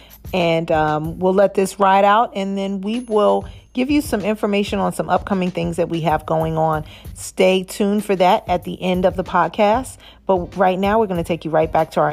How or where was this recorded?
video call